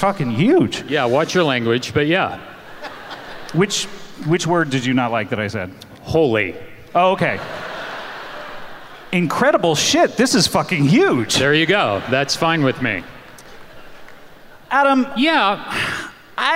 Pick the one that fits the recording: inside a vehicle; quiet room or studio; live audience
live audience